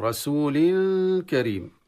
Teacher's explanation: أبقينا التنوين بالغنة إخفائها عند الكاف · Term: الإخفاء